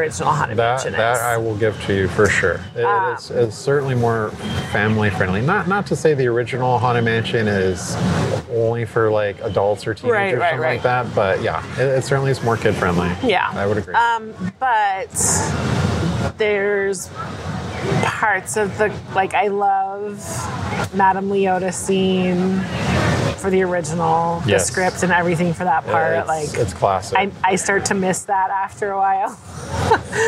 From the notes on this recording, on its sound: Live from Disneyland - October 2023. A thrilling live recording. From the heart of Disneyland! At the Disneyland Resort, from the Haunted Mansion Holiday to the iconic Mickey Pumpkin on Main Street.